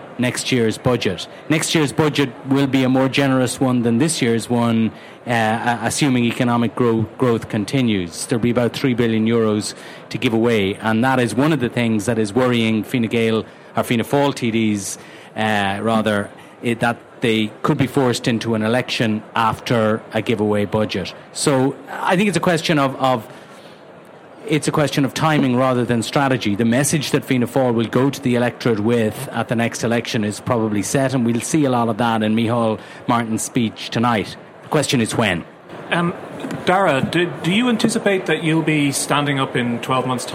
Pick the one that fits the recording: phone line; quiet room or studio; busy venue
busy venue